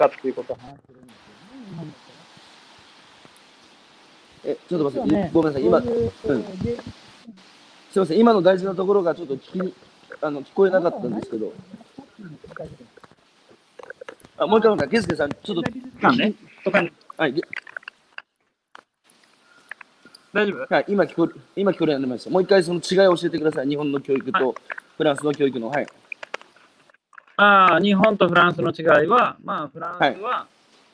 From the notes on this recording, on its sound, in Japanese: 歩きながら1時間、対談する